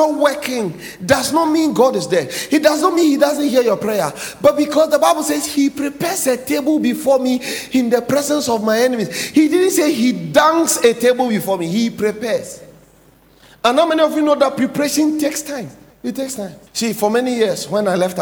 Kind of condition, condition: setting, large echoing room